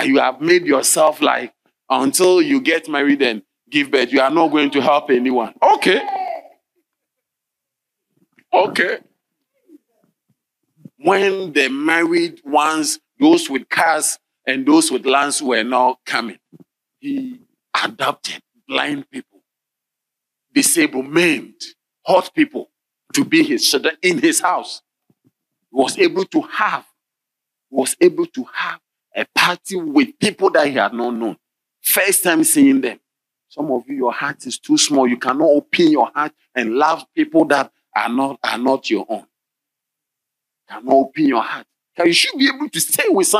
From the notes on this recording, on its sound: Sermon delivered on Tuesday, June 13, 2023, at LCI Mega-Church in Cape Town, South Africa.